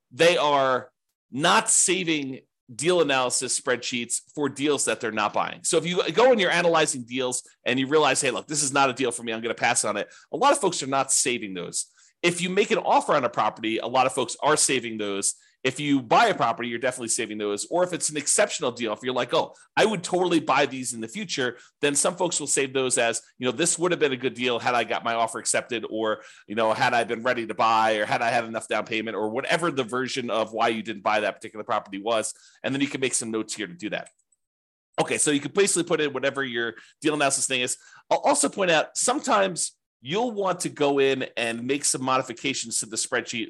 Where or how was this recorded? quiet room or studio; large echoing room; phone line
quiet room or studio